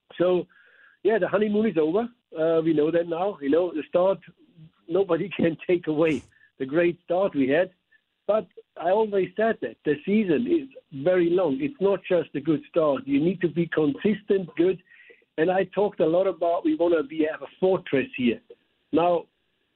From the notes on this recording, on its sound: Opens up the phone lines to discuss all things Cardinals.